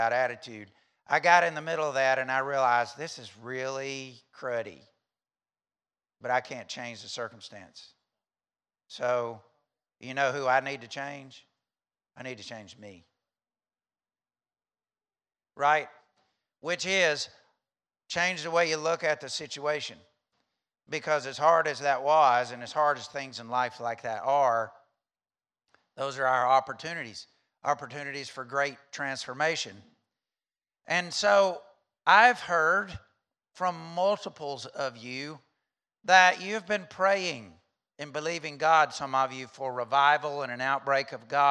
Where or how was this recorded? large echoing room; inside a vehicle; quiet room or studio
large echoing room